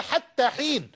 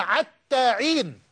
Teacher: لا تستطيع بعض القبائل أن تنطق حرف الحاء إلا عينا · Shown in: second take · فهم يقولون حتى حين، لا يستطيعون قراءتها حتى حين، وإنما يقرؤونها حتى عين، وهكذا.